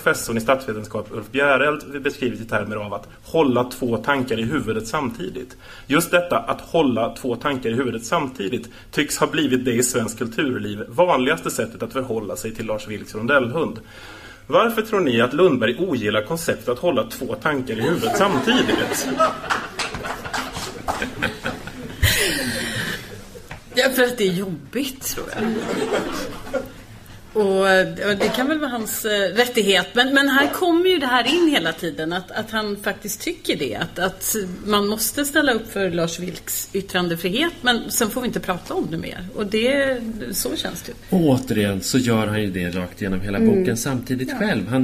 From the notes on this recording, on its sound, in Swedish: Inspelat live på Socialistiskt forum i Stockholm.